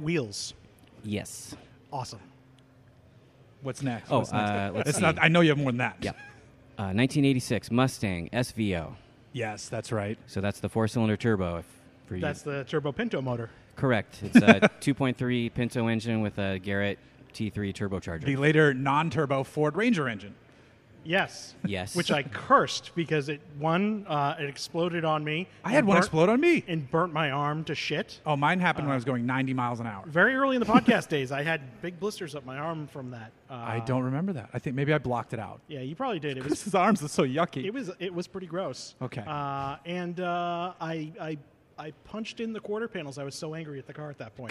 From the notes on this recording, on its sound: We recorded this episode live at Four Sons Brewery in Huntington Beach, CA.